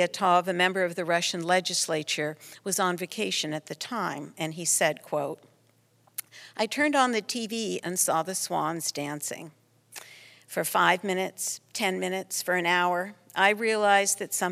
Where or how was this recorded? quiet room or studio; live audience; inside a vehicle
live audience